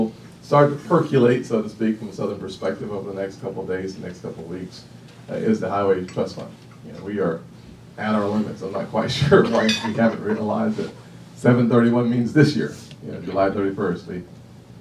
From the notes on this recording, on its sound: WASHINGTON, DC. Appeared before a lunch meeting of The Ripon Society.